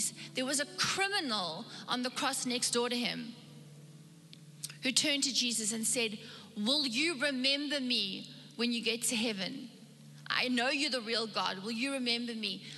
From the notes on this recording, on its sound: Recorded live on Sunday the 7th November 2021